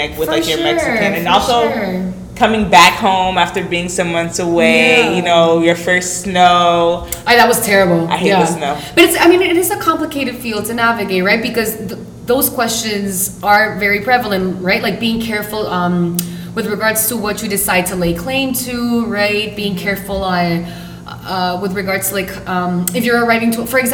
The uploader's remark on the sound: Recording live from la IUPI